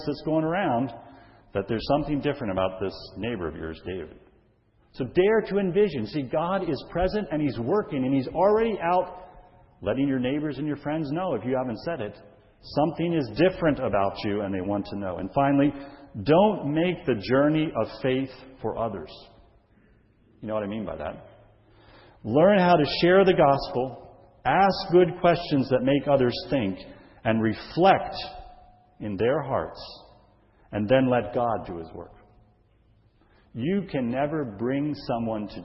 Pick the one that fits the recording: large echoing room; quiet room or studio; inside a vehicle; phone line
large echoing room